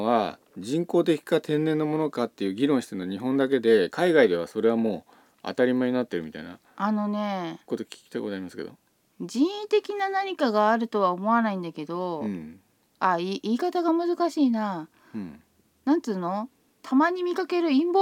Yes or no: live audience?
no